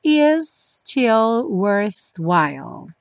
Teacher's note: juntando os dois S's, fica um S um pouquinho mais longo, mas não tem dois ataques